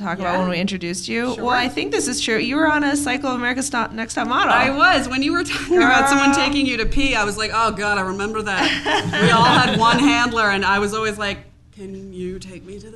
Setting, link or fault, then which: setting, busy venue